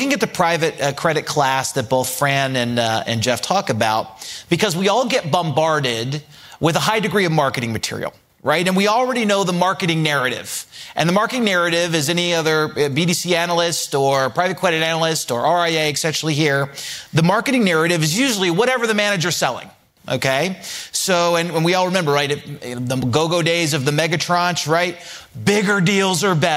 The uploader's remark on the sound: Live from Barings 360